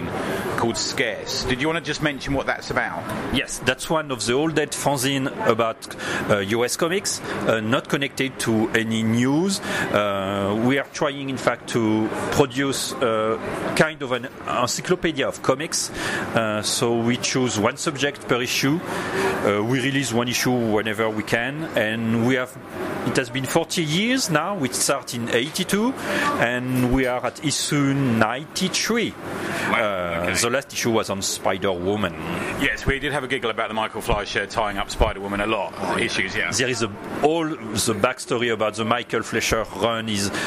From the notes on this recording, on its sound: On this weeks show we get a bit of a report about the 2023 Angoulême International Comics Festival. Theres also an extra bit of audio from the festival.